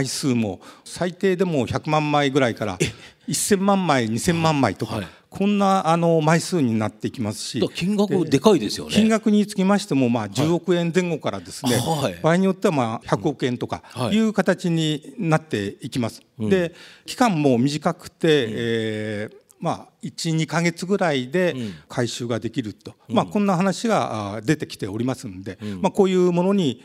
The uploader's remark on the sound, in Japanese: 2020年9月6日、東京・茅場町の東京証券会館ホールで行われた「ラジオNIKKEI 相場の福の神 注目企業ＩＲセミナー」